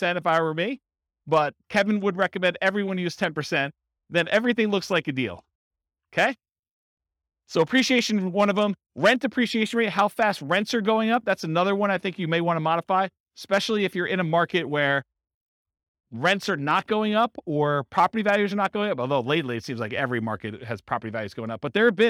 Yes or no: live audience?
yes